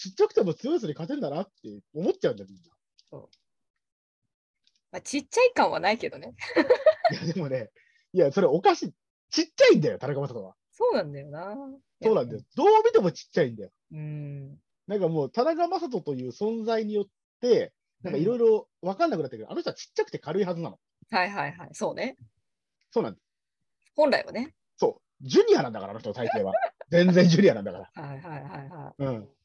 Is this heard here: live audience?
no